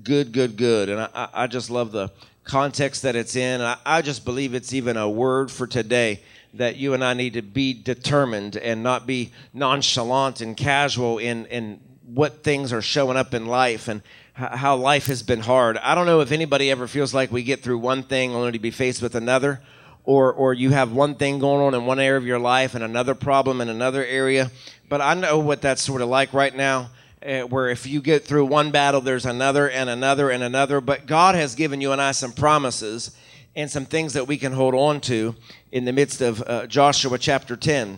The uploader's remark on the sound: recorded from our Sunday Morning live service at Fresh Fire Church in Uniontown, PA